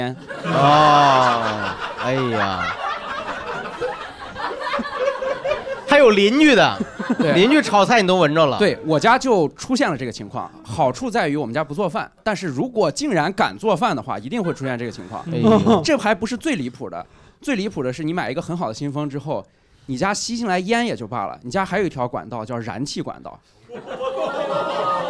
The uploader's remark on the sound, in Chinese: 日谈七大当家主播秘密现身《谐星聊天会》现场，一边作为观众现场观摩谐聊录制，一边积极举手插话。现场效果炸裂。